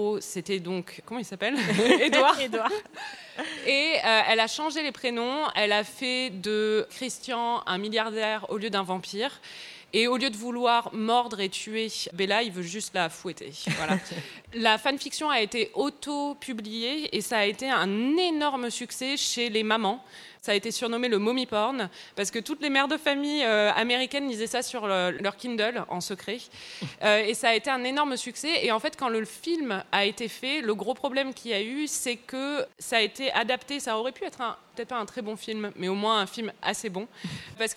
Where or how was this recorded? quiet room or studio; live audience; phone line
live audience